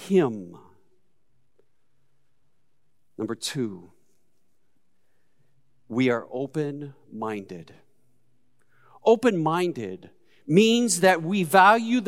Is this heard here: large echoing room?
yes